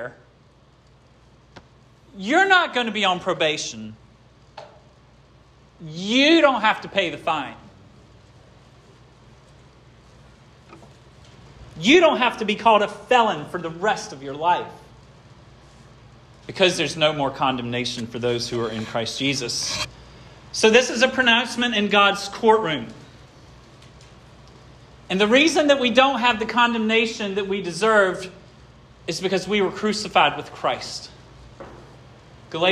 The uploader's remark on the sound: This sermon was preached at Hope Fellowship on March 19, 2023